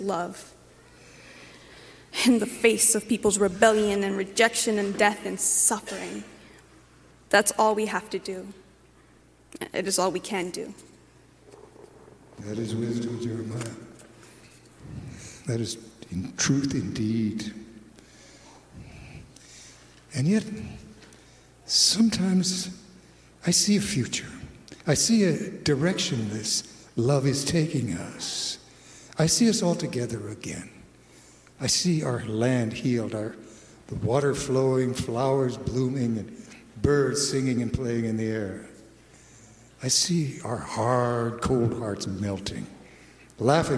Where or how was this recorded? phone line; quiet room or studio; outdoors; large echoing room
large echoing room